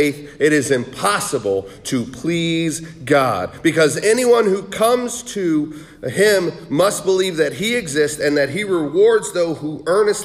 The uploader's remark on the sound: Sermon preached on November 19, 2023 at The Salvation Army Augusta Kroc Center